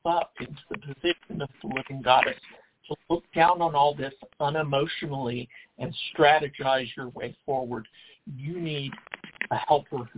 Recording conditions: phone line